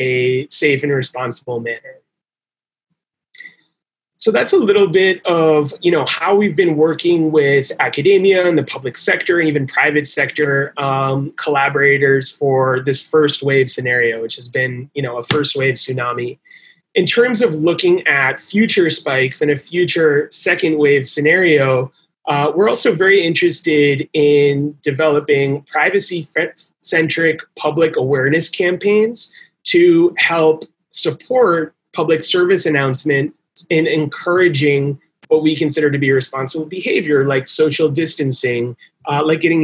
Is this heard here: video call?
yes